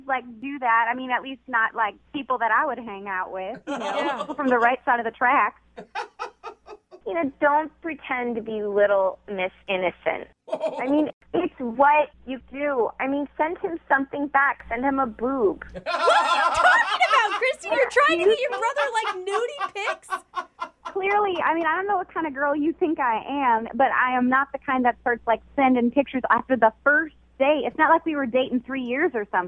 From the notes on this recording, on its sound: If you think THAT'S weird, just wait until we get the other girl on the phone.